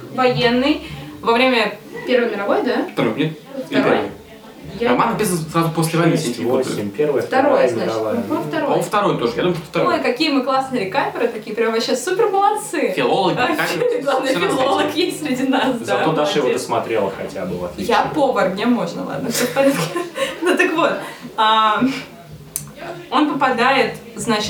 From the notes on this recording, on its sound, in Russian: Извините за качество звука: эпизод записывался на корпоративе Телекинеза.